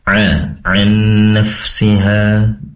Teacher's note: Kemudian an nafsiha, huruf ain yang tadi terdengar kurang tepat karena ain ini berasal dari tenggorokan bagian tengah, maka perlu dimaksimalkan ya tenggorokan bagian tengah.